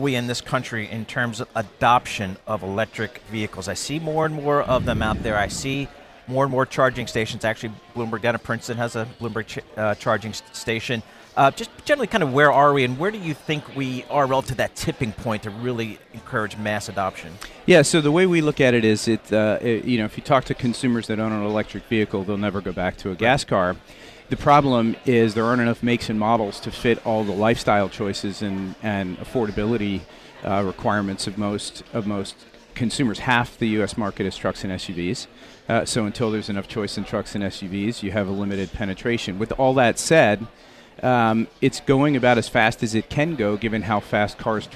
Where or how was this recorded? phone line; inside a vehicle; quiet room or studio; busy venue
busy venue